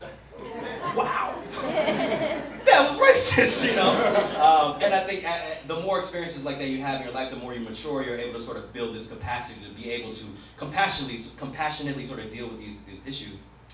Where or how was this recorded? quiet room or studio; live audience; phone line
live audience